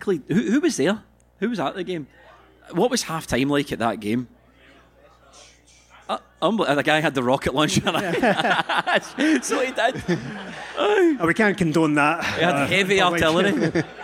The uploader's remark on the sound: End of Season Live Show. Apologies for some of the visual aspects of the show not translating well to an audio medium.